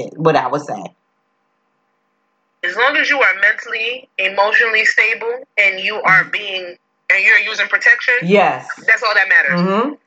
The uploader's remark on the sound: They come together via Facetime